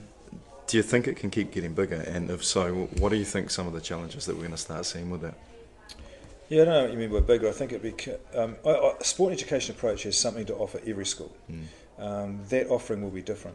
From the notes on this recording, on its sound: A throw back to PENZ Conference 2016 where I had my very first podcast interview